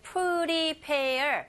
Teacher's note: 동사 발음하실 때 prepare. 강세가 pair 뒷부분에 있어요. 그래서 이 pre 자체가 빨리 발음하는 경우에는 우리 그 연습 많이 했었죠, 여러분.